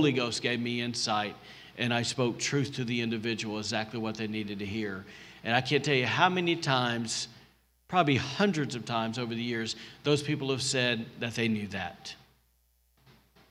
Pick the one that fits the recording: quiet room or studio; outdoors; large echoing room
large echoing room